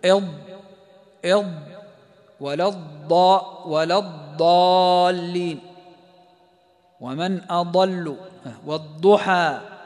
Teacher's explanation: مخرج الضاد نقول من إحدى حافتي اللسان